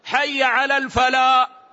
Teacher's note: حي على الفلاء ولا ينطق الحاء، لا ينطق الحاء، حي على الفلاء، يملأ فمه بالألف ويقف، لأن هذا يغير المعنى، معنى يدعوهم للصحراء، كان يقول اذهبوا للصحراء لأن الفلا هي الصحراء.